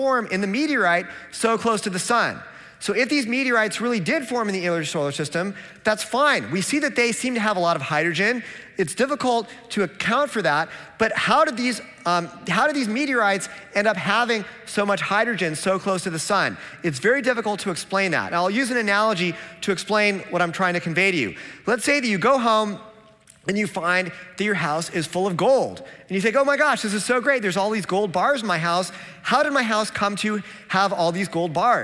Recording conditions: live audience